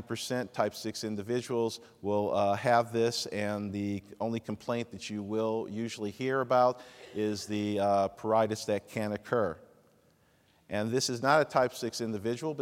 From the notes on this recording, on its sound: Audio podcast from the 8th Annual SDPA Fall Dermatology Conference in Grapevine, TX.